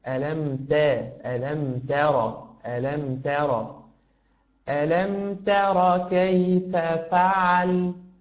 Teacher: التاء في كلمة ترى، حاول أن ترقق التاء أكثر